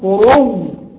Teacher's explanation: أو مثلا كلمة النسيء لو وقفنا هنقول النسي، يبقى أبدلنا الهمزة ياء وأضغمنا الياء في الياء. كلمة قروء لما نقف نبدل الهمزة واو ونضغم الواو في الواو فنقول قروء، ده معنى قوله ويضغم فيه الواو والياء مبدلا.